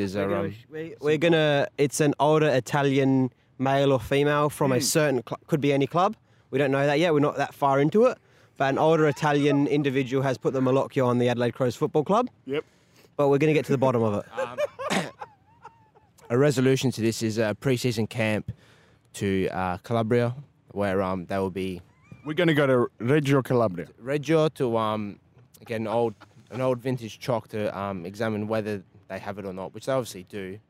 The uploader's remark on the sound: Post Saints Live Walk & Talk. We had a quick catch up to discuss the game, and had an interview with one of our superfans!